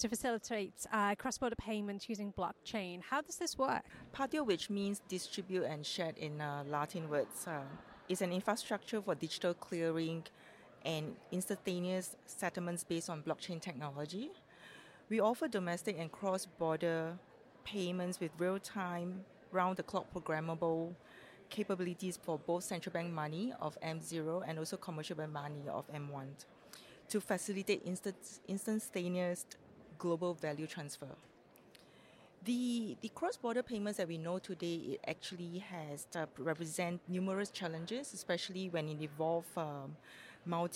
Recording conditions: busy venue